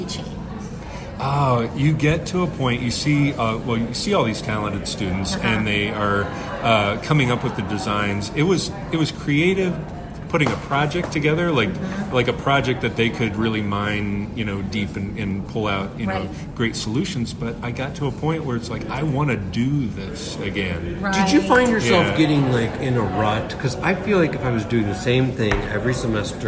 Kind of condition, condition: setting, busy venue